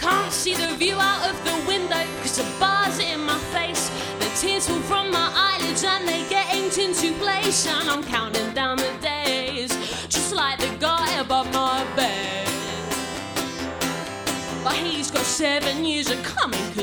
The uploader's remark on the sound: recorded at the Stand Up Tragedy night that took place at The Dogstar in Brixton on July 4th